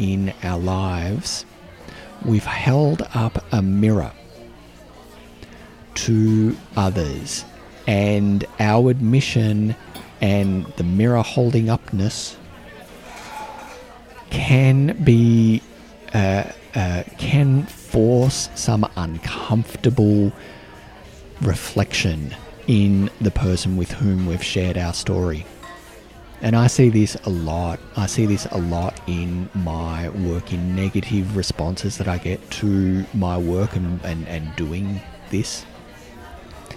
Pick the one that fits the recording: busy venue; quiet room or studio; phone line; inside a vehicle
busy venue